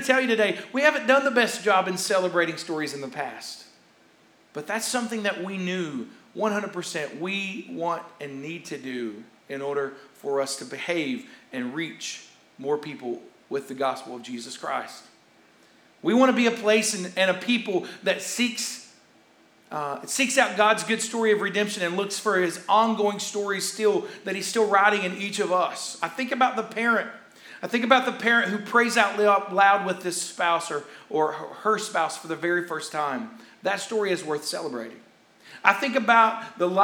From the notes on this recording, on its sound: Here is a rebroadcast of our service from August 15th, 2021